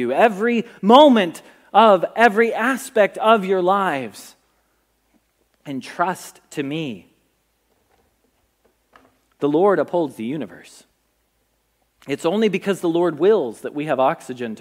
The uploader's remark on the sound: Message Preached at Valley Creek Church